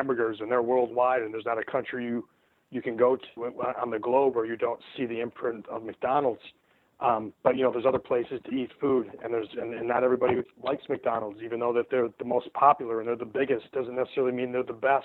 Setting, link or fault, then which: link, phone line